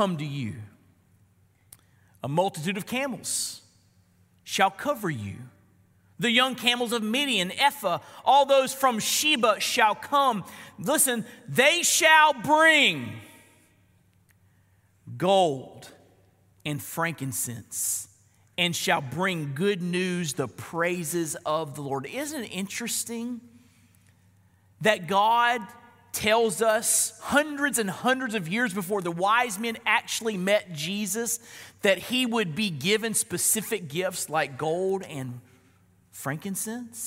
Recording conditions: large echoing room